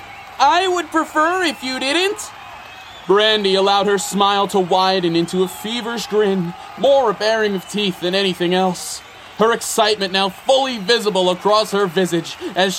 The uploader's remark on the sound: Live from the 8-Way Superslam